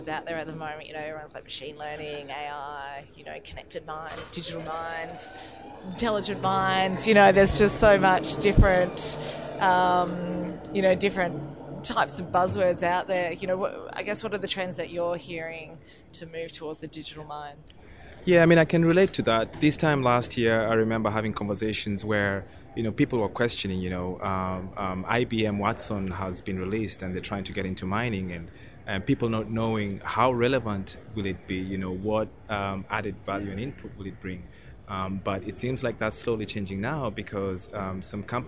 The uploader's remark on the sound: This podcast was recorded from the Trade Show floor at one of the largest mineral exploration conferences in the world - PDAC 2018.